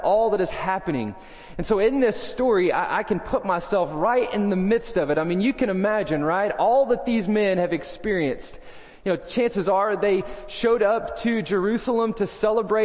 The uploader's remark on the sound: First Baptist Belton Tx Sunday Morning Sermon